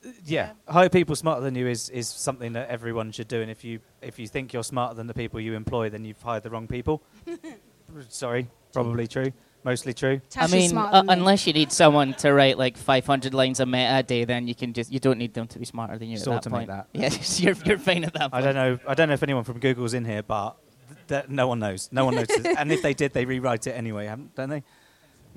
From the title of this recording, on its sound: The Live Event in Brighton - The Tempest Inn